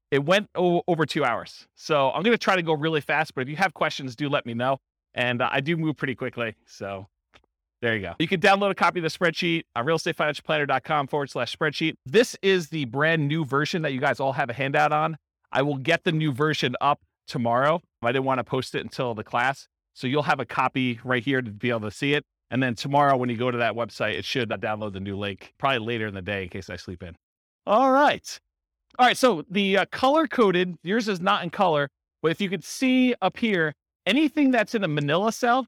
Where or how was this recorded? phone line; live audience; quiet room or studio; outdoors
live audience